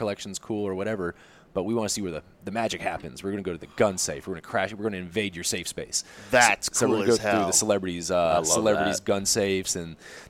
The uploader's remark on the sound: sits down with us at SHOT Show